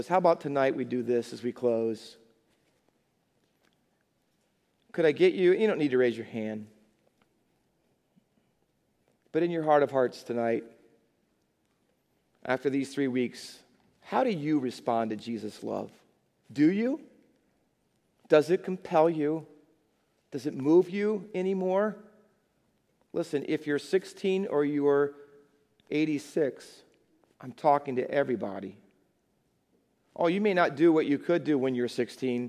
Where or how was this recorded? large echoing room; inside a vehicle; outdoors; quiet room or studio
large echoing room